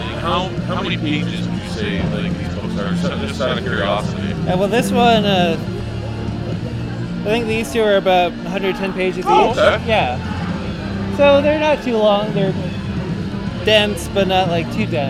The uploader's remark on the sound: live at Geek Fest 2023